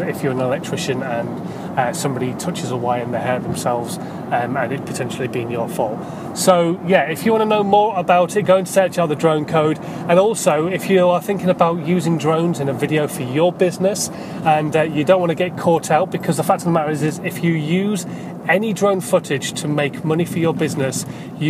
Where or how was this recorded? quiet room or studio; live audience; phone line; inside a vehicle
inside a vehicle